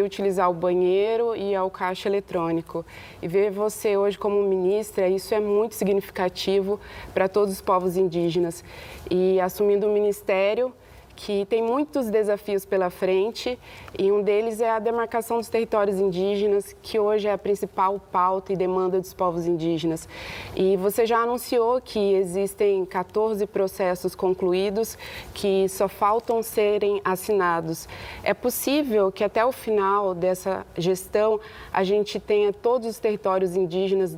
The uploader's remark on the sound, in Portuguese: Gravação da entrevista: ESPM-SP, durante o Congresso da Abraji.